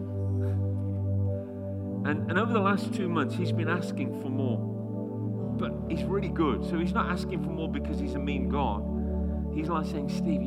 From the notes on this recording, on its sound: Destiny Christian Center Oklahoma City, Oklahoma 02/17/2019